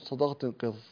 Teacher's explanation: يرتفع جذر اللسان إلى الحنك في حروف خص ضغط قظ · Term: الاستعلاء